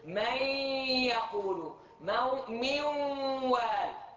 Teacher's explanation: الياء والواو ما فيها غنه ابدا، لما تدغم النون فيها يبقى وصف الغن الذي هو للنون وليس للياء والواو · Term: ادغام ناقص